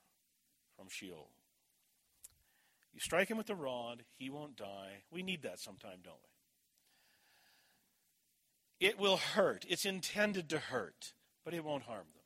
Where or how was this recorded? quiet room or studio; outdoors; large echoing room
large echoing room